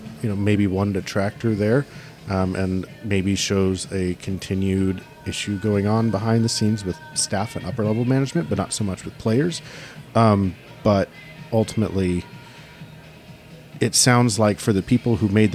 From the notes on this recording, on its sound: Got together in a coffee shop after the press conference. We also play the audio from our first two questions part-way through.